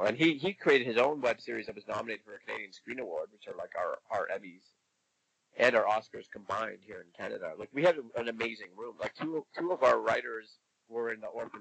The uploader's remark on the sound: There are a few sound issues this episode but the show must go on.